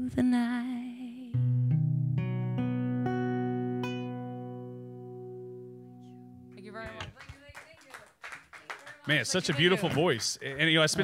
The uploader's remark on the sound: This interview is performed in front of a live studio audience in our Audacy Houston studios. There are two song performances included in this episode.